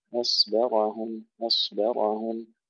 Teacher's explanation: إذن توالي التفخيم والترقيق، الهمزة مرققة والصاد مفخمة